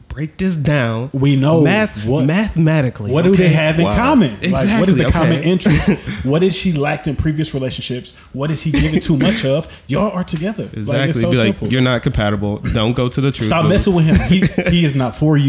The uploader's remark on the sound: This episode was recorded in front of a live studio audience! The first Wholesome House event.